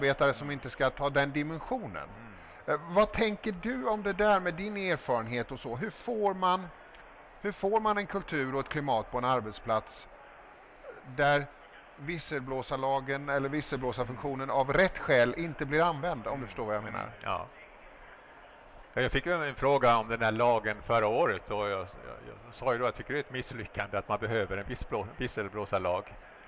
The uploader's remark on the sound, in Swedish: Avsnittet spelades in live på Kvalitetsmässan i Göteborg den 22 november 2023.